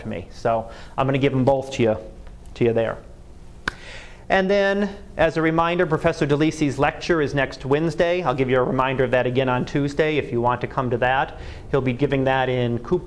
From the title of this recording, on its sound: Live Class Lecture